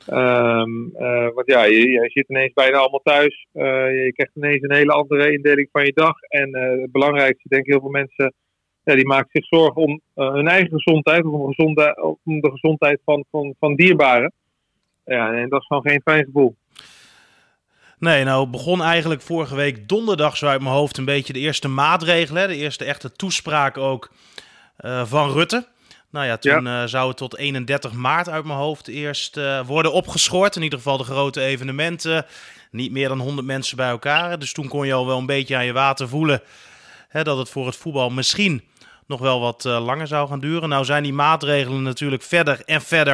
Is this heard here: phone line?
yes